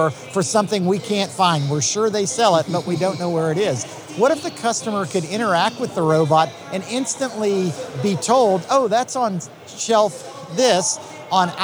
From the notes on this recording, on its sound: heading back to the floor of HPE Discover event in Barcelona